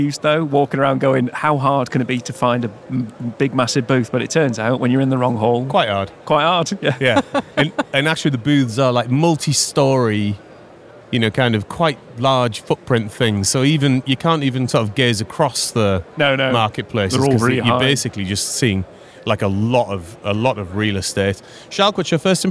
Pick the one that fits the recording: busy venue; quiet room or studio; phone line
busy venue